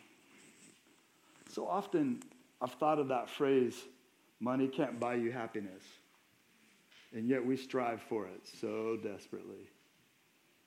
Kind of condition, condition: setting, large echoing room